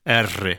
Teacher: Poi c'è la R veneta o friulana, che si fa con la punta della lingua, ed è lì, non è un difetto di pronuncia, lì è proprio che si pronuncia diversamente e quindi si tramanda, la impari così da bambino.